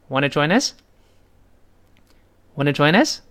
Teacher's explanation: 最后 us，那个 s，清辅音啊